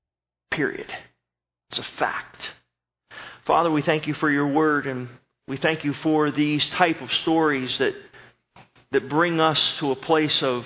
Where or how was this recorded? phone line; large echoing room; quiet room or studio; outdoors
large echoing room